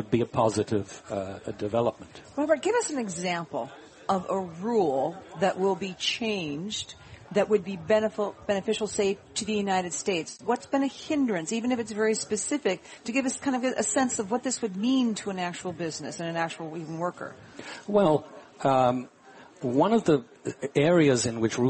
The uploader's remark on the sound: Live from Smith & Wollensky in Boston.